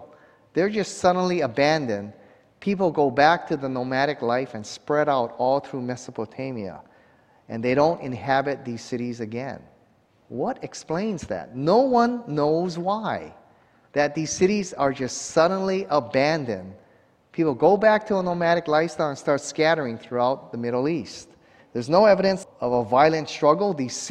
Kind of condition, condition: setting, large echoing room